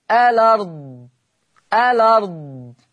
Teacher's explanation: لو أنا هبتدي بيها، هثبت همزة الوصل، إثبات همزة الوصل